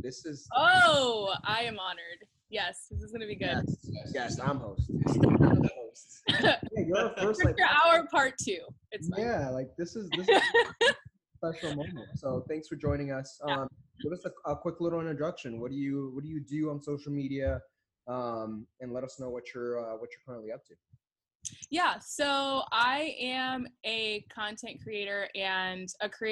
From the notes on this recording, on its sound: as we figure out how to use ZOOM for a podcast